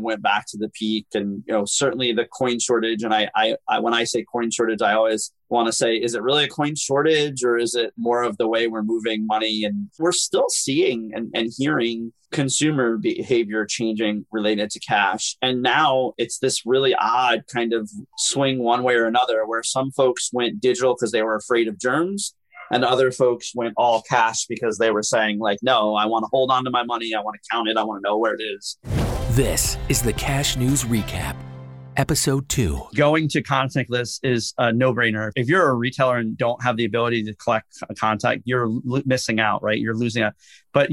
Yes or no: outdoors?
no